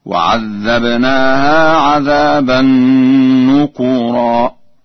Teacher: قرأ ورش بضم الكاف